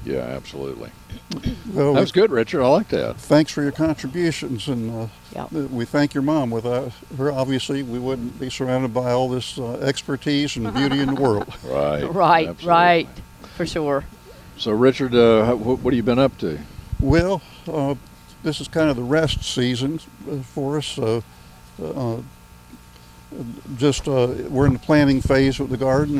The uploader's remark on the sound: broadcasting live from Campbell Road Nursery